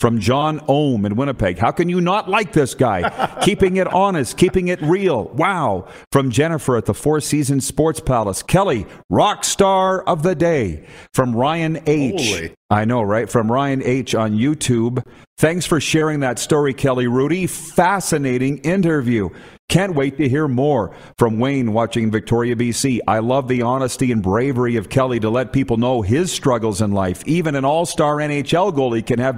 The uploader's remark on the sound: The crew is LIVE from the Grey Eagle Resort and Casino